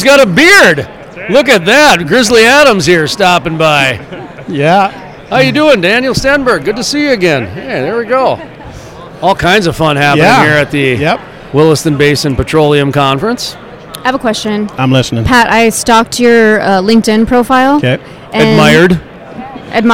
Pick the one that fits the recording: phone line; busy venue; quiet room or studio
busy venue